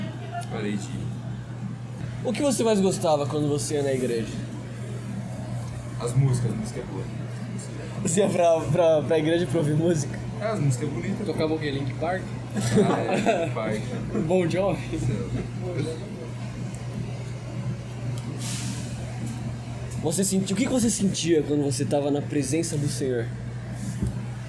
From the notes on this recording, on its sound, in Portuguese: A gente estava saindo do bar de sinuca e paramos na OXXO (loja de conveniência), achei legal nossa conversa e comecei a gravar. Desculpe a qualidade do áudio, juro que dá pra ouvir de boas, mas tem um ruído.